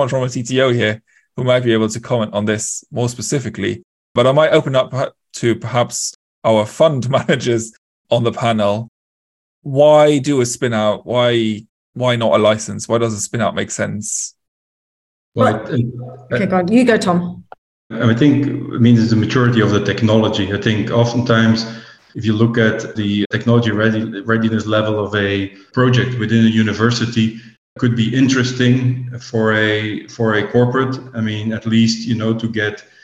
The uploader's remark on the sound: We’re bringing you a recording of a recent webinar.